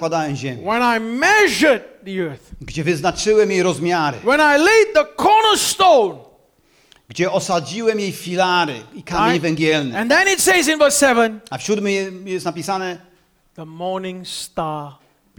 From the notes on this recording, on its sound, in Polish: Nauczanie zostało nagrane podczas spotkania Makrogrupy NOF Church 14.